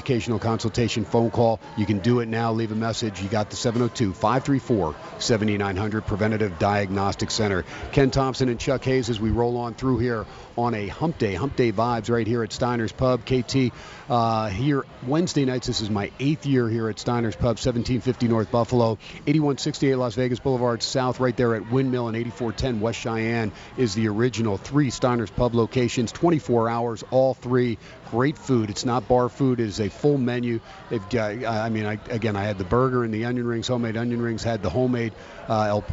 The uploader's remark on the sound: "Live" from Steiner's Pub in Las Vegas